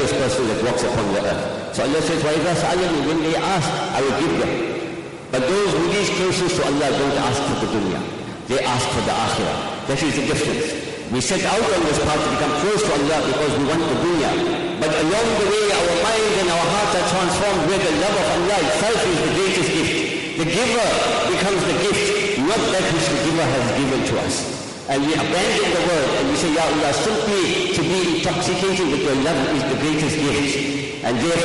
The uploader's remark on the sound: Jumuah lecture